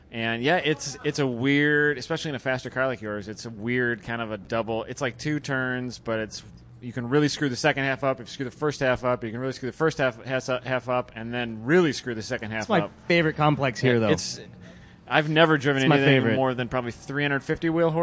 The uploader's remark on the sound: Live during #GRIDLIFE Special Stage announcing one of the afternoon sessions. Tortue the crowd with an average #slipangle show of babbling.